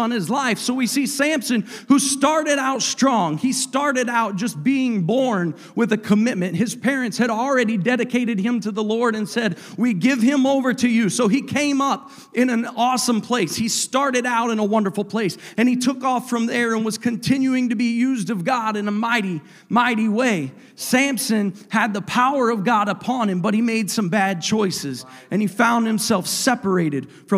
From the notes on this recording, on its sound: a service recording from Connect Point UPC